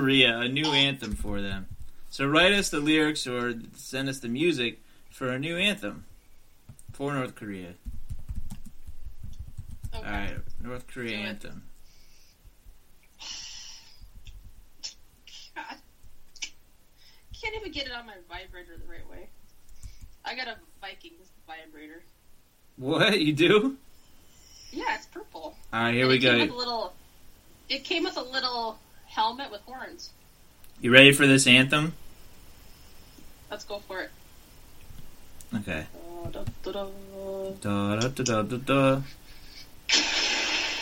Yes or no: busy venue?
no